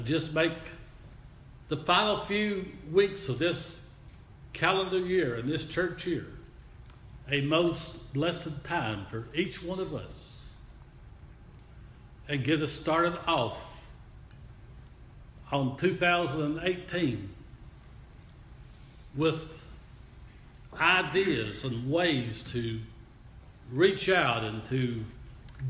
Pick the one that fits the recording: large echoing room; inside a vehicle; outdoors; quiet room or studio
large echoing room